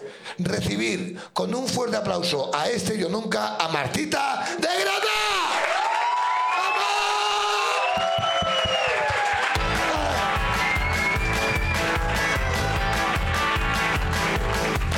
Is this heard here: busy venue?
yes